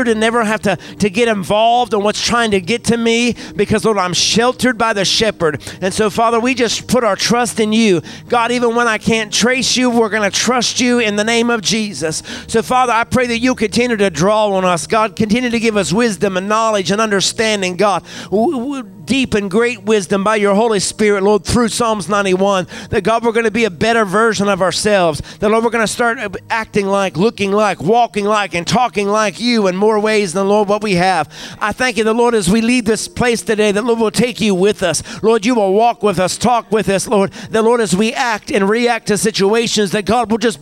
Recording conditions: large echoing room